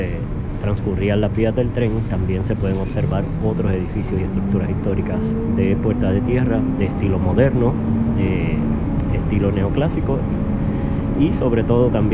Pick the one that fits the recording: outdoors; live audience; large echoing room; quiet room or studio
outdoors